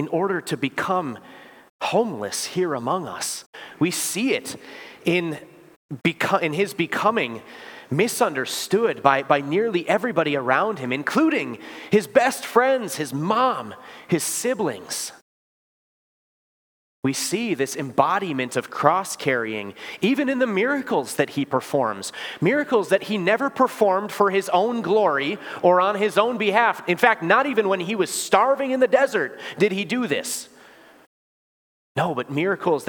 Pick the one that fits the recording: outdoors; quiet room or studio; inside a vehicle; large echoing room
large echoing room